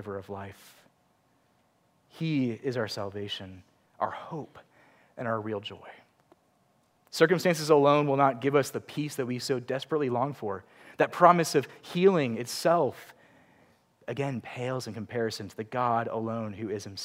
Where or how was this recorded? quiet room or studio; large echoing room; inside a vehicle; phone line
large echoing room